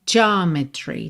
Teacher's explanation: Pensa que esse ja é uma sílaba só, não é geo, como a gente pensa em português, tá?